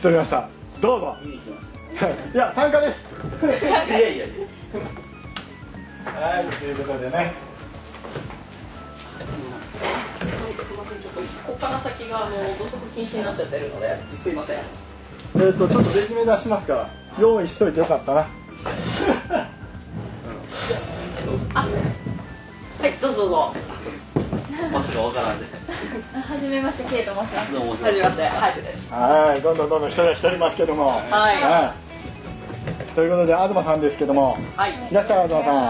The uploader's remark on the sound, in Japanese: イベントの配信です。ムービーカメラでの収録ですのでノイズ入ってます。